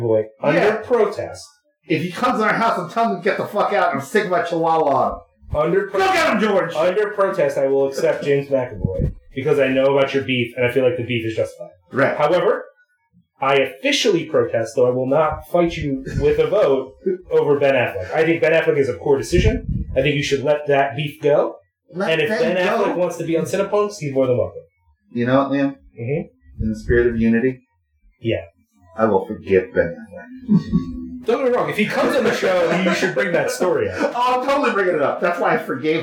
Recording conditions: poor sound quality